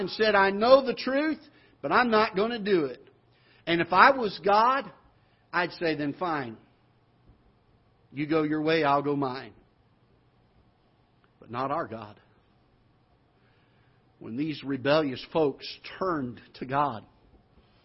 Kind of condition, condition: setting, large echoing room